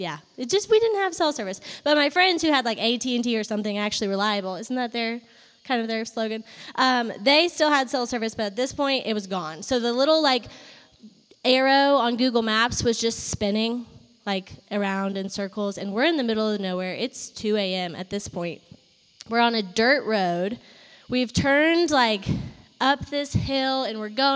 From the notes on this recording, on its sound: Live from our fall worship night at Clemson.